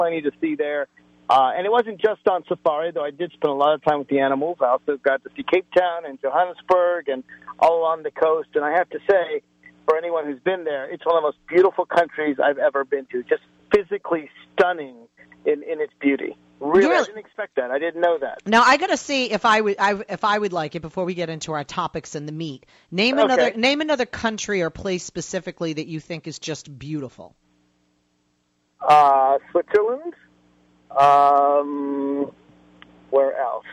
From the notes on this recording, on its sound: The debate heated up with callers and hosts alike